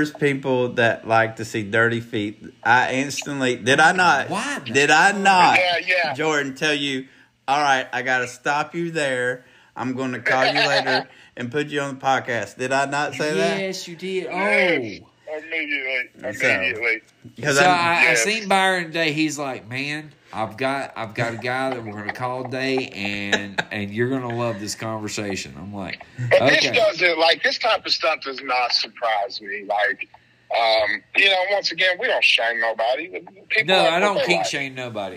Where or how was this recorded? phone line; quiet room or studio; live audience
phone line